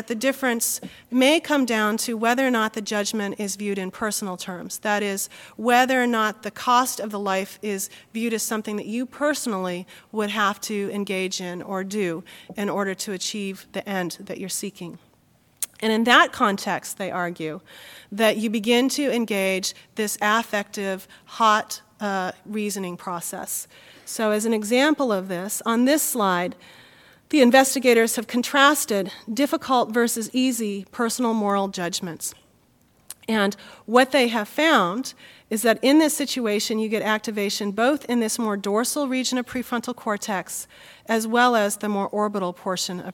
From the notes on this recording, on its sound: Recording of a lecture delivered on September 6, 2007